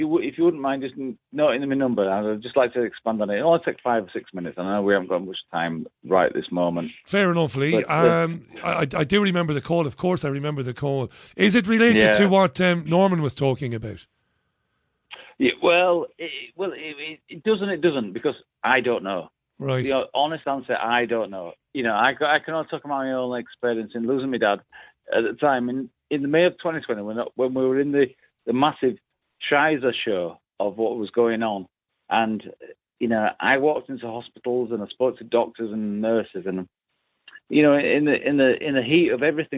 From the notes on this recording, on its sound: It's the Global Phone-In